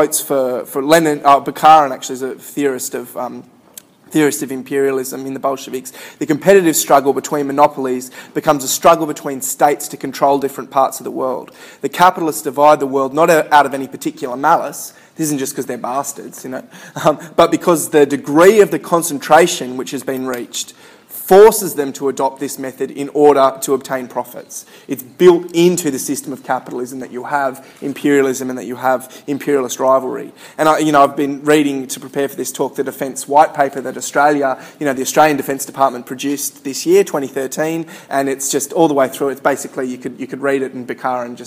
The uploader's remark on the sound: Recorded at a Solidarity meeting in August 2013.